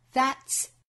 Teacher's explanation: that's 做弱读，that's，也就是把元音从 a that 变成了 schwa sound